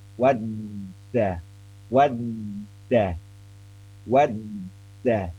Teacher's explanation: Tertahan kuat. Tertahan sehingga tidak bisa nyuara huruf dal. Terus-terusan ketika kondisinya tasdid. · Term: huruf dal tanpa titik